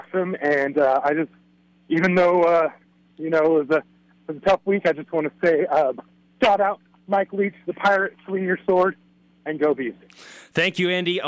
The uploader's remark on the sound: Florida Postgame Call-In Show